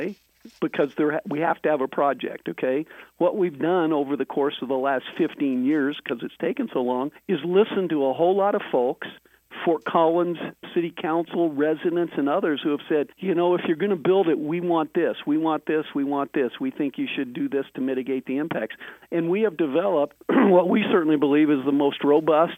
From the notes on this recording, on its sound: In this episode we are doing a phone interview.